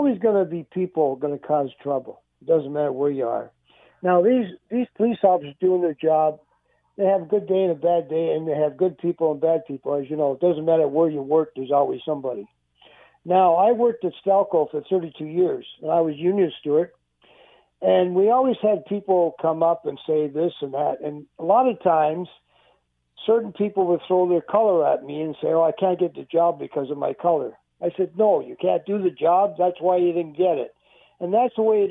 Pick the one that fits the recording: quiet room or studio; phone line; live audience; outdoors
phone line